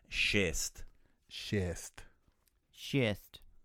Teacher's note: So that first S is a sh sound to it.